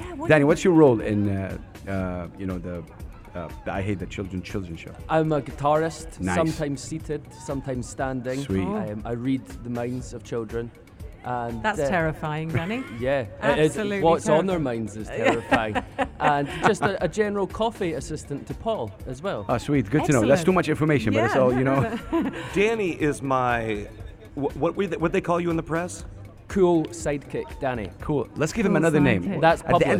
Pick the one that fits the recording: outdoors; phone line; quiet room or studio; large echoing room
outdoors